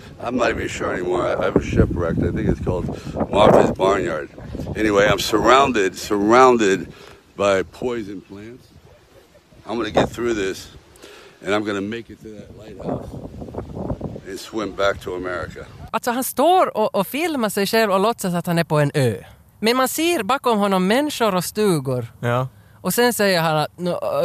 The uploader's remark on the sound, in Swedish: Podden är denna gång inspelad bland pöbeln ute på Råholmen i Helsingfors, och samtidigt live-streamad till våra glada följare för maximal interaktion med vildsinta actiondårar. Och när man rör sig bland folket så kan ju vad som helst hända.